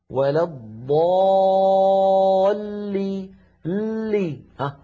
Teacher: اللام أيضا في كلمة ولا الضالين مشددة تتألف من لامين، اللام الأولى بين الرخوة والشديدة زمنها يحتاج إلى جريان ضئيل